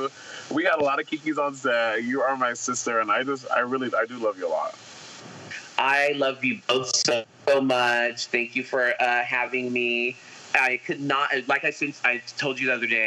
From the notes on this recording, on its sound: The One With the Sound Problems.